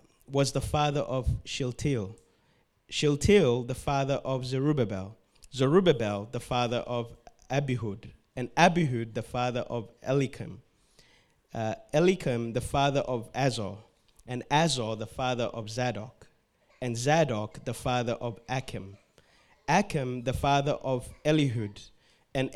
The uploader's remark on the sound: This word was preached on the 12th of December 2021 at Revive Church sunday service in Melbourne, Australia.